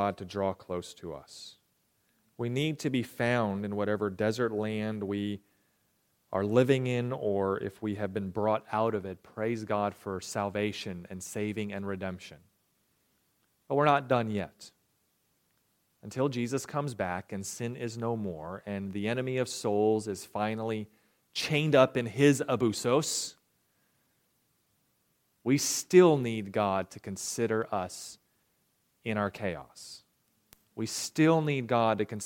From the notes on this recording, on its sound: recorded January 28, 2023, at the Ringgold Seventh-day Adventist Church